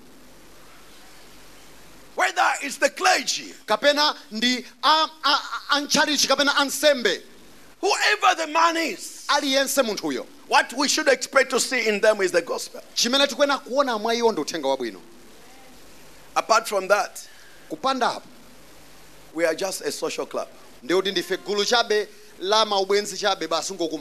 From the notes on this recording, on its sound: Preached at the Encounter Service at Word Alive Blantyre City Church on 12th March 2023